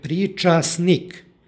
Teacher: I ovdje imamo suglasničku grupu stn koja se sažima i iz izgovora ispada suglasnik t. Dakle, pričasnik, ekvivalent u srpskom, također nas upućuje na taj izgovor.